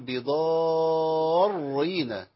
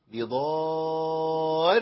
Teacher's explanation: الراء عندي مشددة بالكسر · Shown in: second take